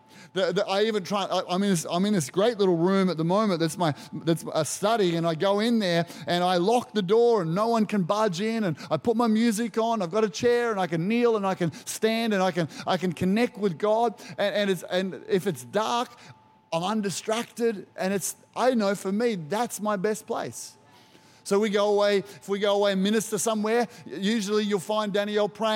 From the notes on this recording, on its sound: Recorded during our 9am service on Sunday, the 23rd of July 2023.